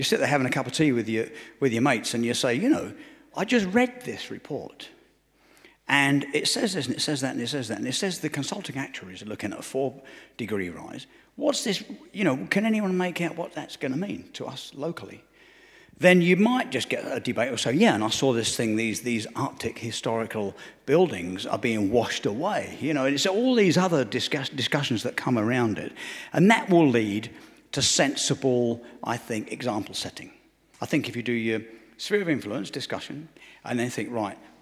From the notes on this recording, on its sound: Answers questions from the audience. Recorded and produced at the UN Library Geneva.